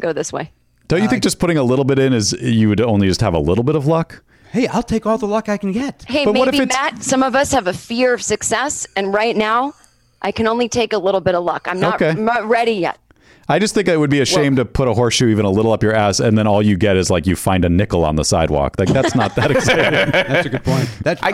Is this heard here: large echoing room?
no